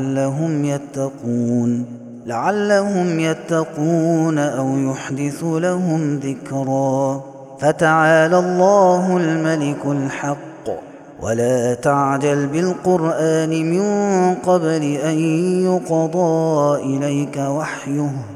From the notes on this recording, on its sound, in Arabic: هذا التسجيل من صلاة التراويح